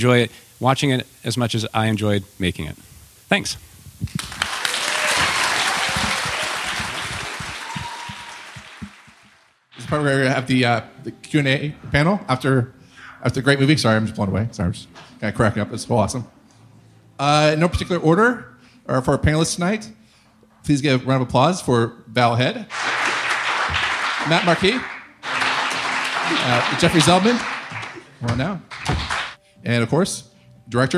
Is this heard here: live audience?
yes